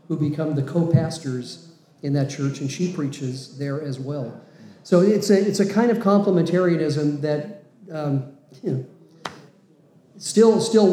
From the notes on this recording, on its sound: Interview at Men's Retreat. This recording took place live at our 2023 men's retreat.